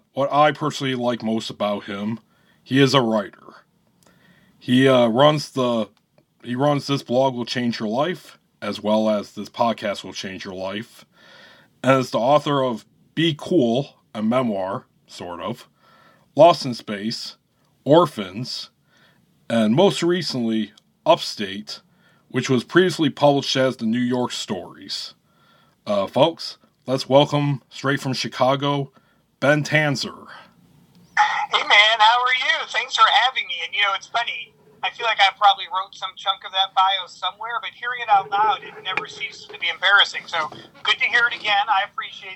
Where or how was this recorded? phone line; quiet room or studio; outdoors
phone line